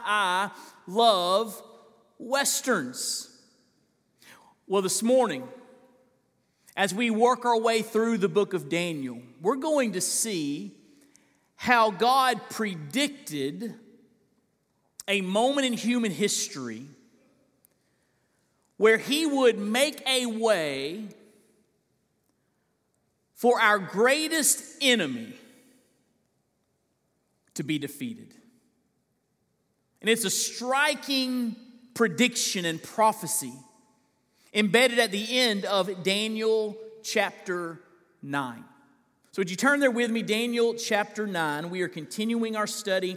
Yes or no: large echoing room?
yes